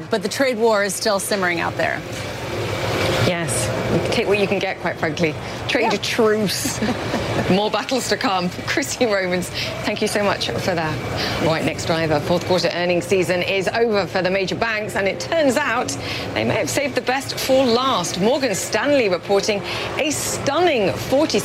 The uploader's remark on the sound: live from the New York Stock Exchange